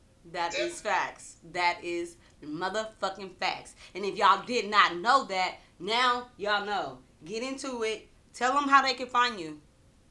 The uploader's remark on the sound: This was my very first episode with a guest & my first episode using Zoom!!